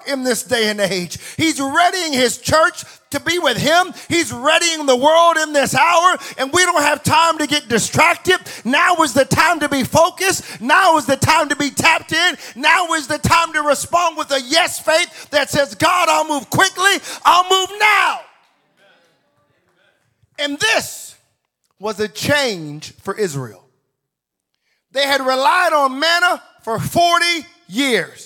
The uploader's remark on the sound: Welcome to the first sermon of 2024 at Extraordinary Church